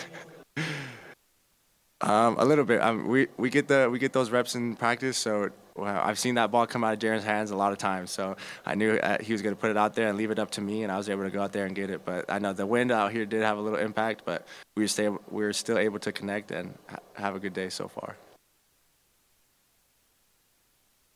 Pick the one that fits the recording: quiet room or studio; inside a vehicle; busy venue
busy venue